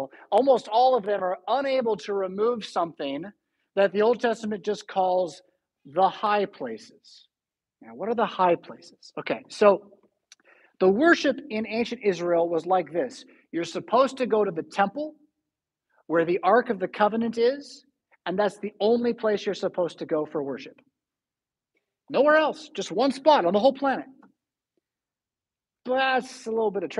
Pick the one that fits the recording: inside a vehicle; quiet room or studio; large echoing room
large echoing room